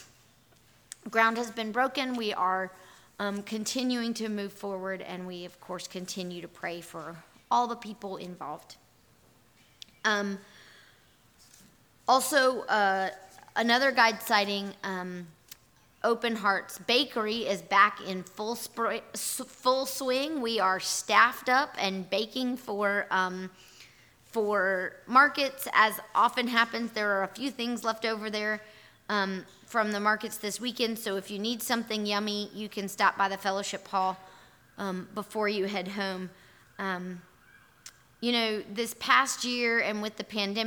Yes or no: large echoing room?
yes